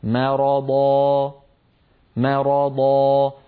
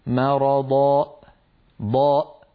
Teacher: لكن انتبهي إلى كلمة مرضى وأمثالها مما آخره ألف، أترك الوترين الصوتيين مفتوحين · Shown in: first take